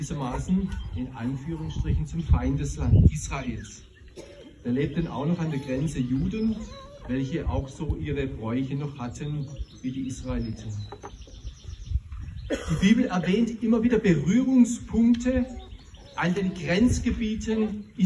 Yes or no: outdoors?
yes